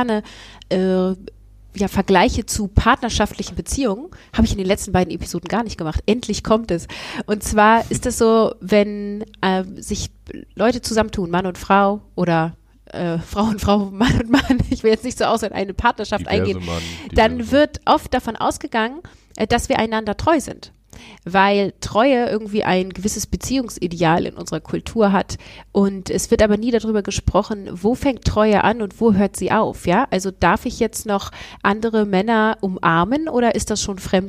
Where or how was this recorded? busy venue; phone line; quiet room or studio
quiet room or studio